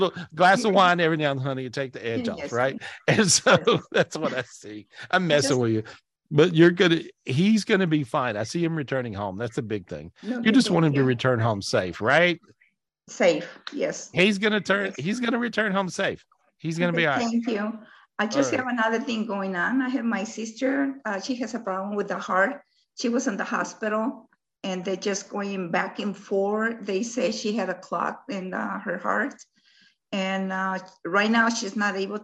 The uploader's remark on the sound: Weekly Zoom Podcast in Audio format. This was recorded LIVE on Zoom.